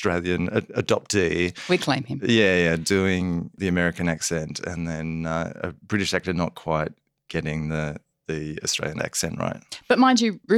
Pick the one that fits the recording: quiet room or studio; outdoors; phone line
quiet room or studio